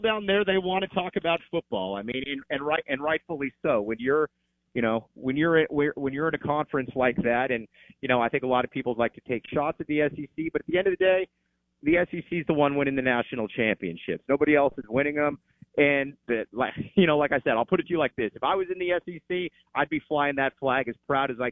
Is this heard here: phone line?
yes